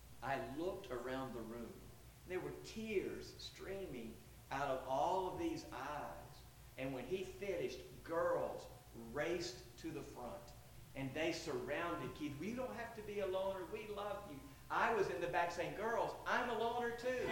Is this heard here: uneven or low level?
yes